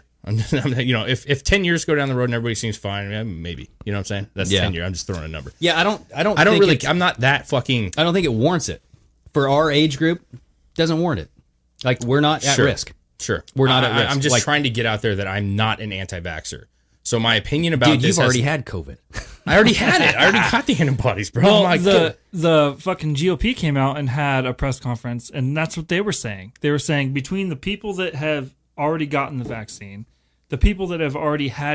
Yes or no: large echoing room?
no